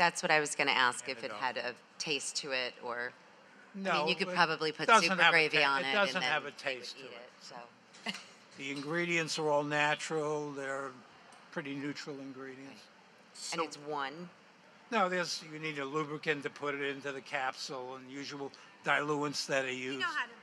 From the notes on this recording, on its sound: Live from the 2018 Pet Connections Expo. Before our panel of pet industry experts.